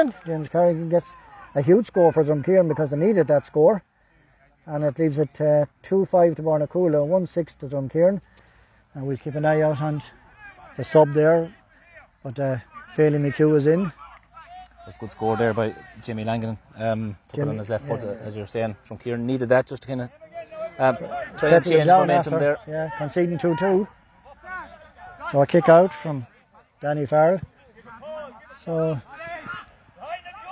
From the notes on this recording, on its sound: Full Live Audio Commentary from Dromod